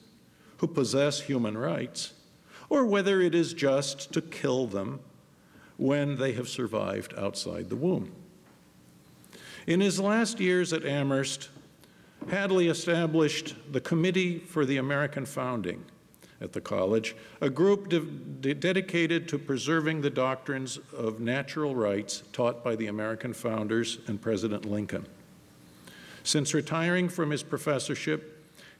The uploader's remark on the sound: Gave the keynote address at The Institute of World Politics Commencement.